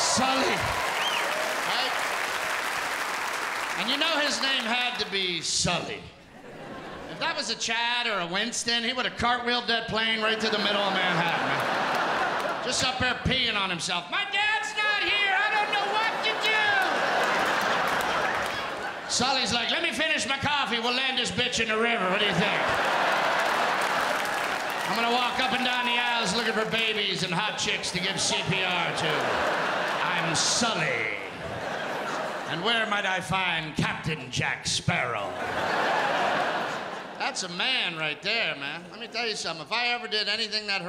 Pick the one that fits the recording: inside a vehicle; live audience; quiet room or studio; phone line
live audience